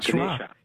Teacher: the A at the end is pronounced like a schwa, Ganesha.